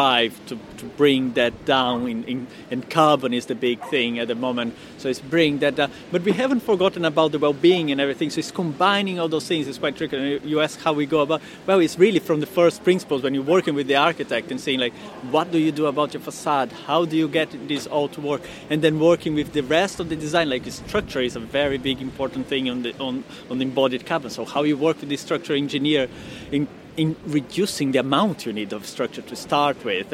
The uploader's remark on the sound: This episode was recorded at the Footprint+ Conference in Brighton. We recorded this with a single microphone sitting outside near to the beach so there is background noise.